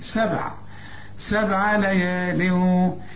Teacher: الباء هنا لازم تقلقلها